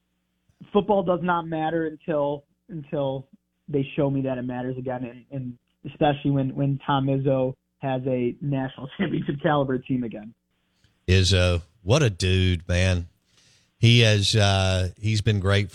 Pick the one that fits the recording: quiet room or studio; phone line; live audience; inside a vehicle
phone line